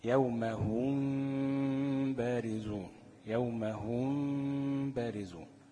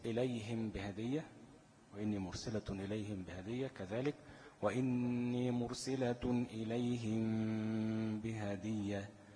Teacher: بغنة حركتين مع إخفاء الميم الساكنة. وقلنا إن إحنا بنترك فرجة يسيرة بين الشفتين حتى لا تخرج الميم الساكنة من مخرجها. · Term: إخفاء شفويا